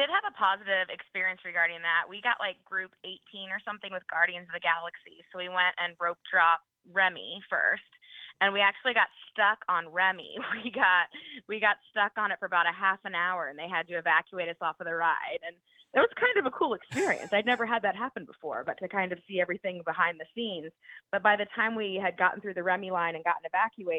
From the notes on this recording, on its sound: This is the Live Call-in Show from this past Sunday night. Was in the studio solo.